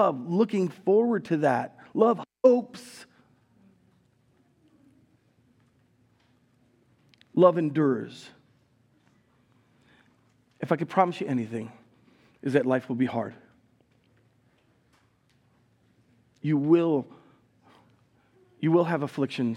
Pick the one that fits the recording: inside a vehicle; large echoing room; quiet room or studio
large echoing room